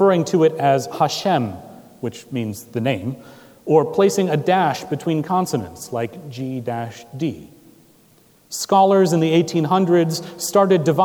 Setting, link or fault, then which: setting, large echoing room